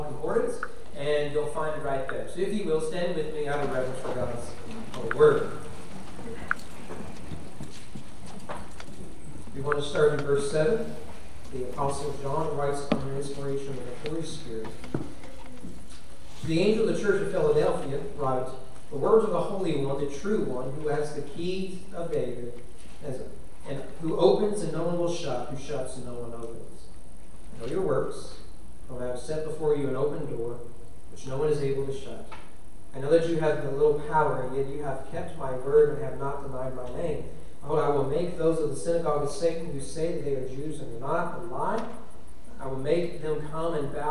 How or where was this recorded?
large echoing room